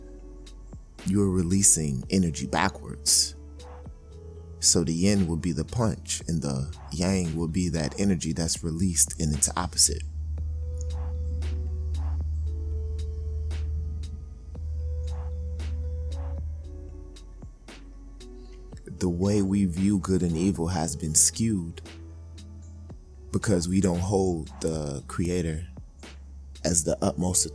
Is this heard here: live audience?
no